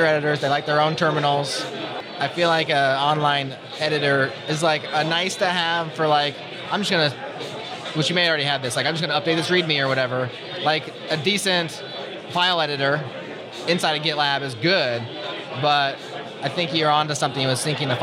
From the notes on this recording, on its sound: recorded at OSCON London 2016